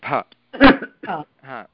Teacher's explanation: धातुः अस्ति लुभ, महाप्राणः भकार भ